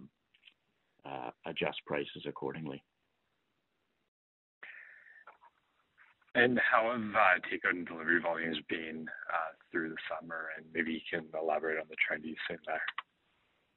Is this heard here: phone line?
yes